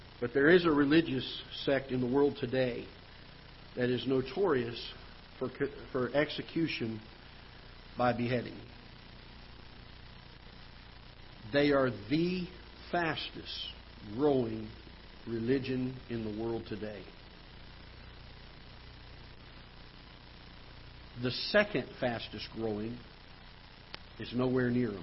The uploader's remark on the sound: Ketha Heights Baptist Church ~ Live Broadcast